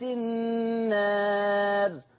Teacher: سكون الراء لاجل الوقف لا يؤثر على تقليل الالف الماديه